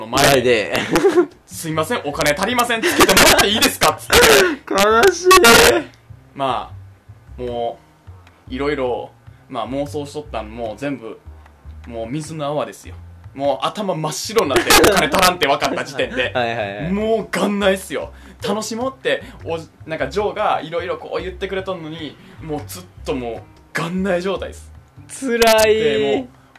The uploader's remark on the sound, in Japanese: 音割れがあります。すみません。